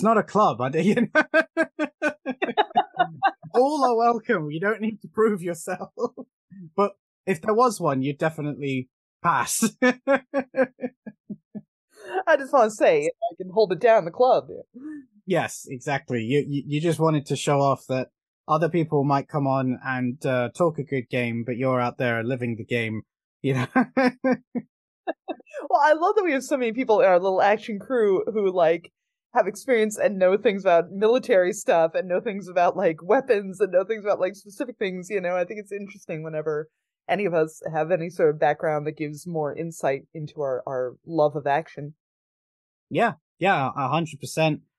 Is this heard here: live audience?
no